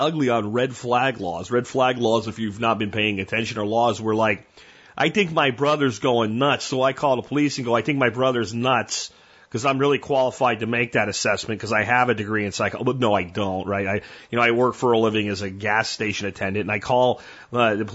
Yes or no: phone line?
yes